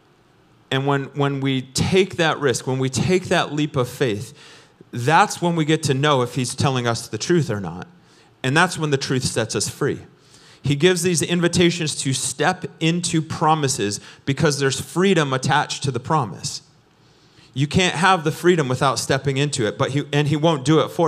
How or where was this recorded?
large echoing room